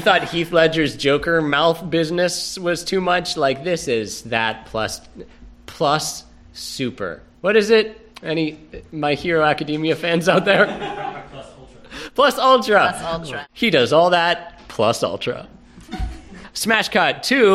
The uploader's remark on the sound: This episode was recorded live as part of a fundraiser for Howard Brown Health